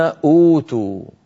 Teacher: أبدلوا الهمزة الثانية الساكنة حرف مد مجانس لحركة الهمزة الأولى · Term: مد البدل